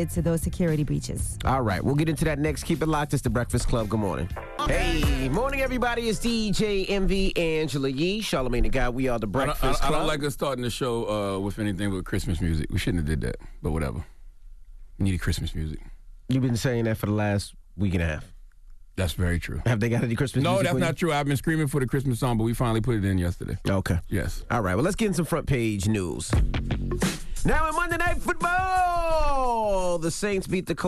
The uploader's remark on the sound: we opened up the phone lines